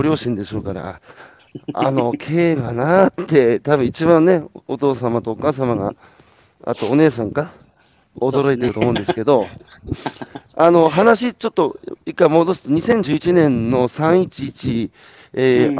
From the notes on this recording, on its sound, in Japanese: 歩きながら1時間、対談する